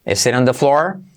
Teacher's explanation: la T de it se convierte en una R suave